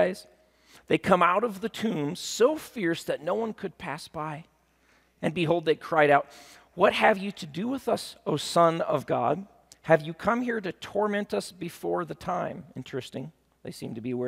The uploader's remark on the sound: at Timberline Church